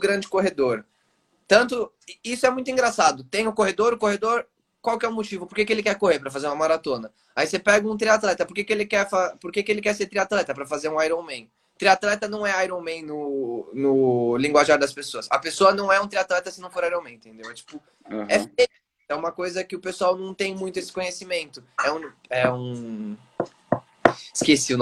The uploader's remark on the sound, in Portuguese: durante uma live em nosso Instagram